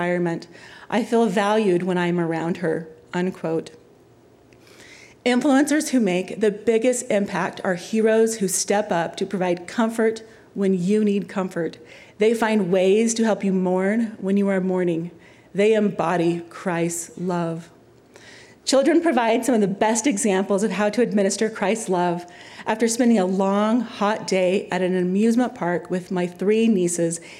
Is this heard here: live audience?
yes